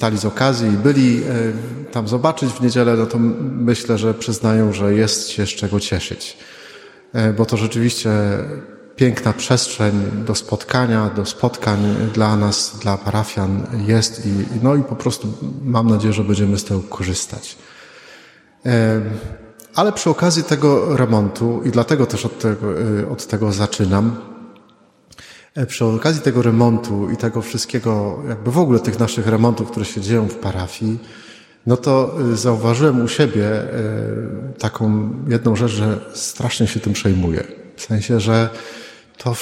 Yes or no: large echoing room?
yes